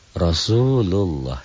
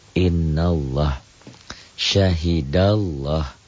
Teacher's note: Lafadz Allah dibaca tebel bunyi O.